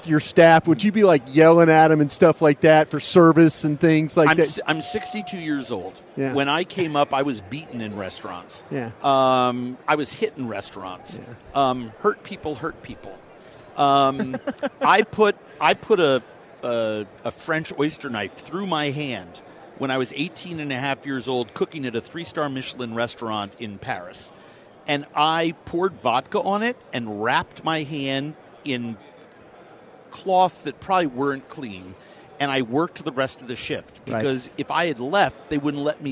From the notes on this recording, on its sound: Live from Super Bowl Radio Row.